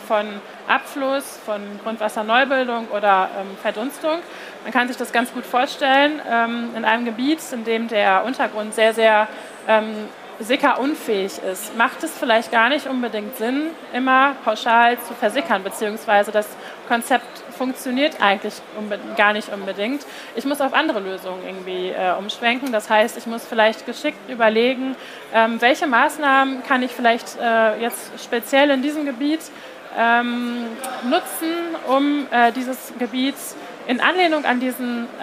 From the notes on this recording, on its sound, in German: Live-Podcast von der GaLaBau 2022. Podcastfolge war eine ganz besondere, denn diese wurde Live von unserem Messestand auf der GaLaBau 2022 aufgenommen.